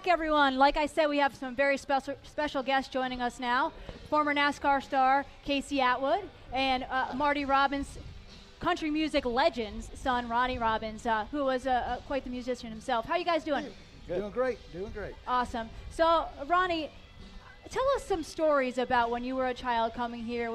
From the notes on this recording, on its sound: special edition of Winged Nation LIVE from the Nashville Fairgrounds!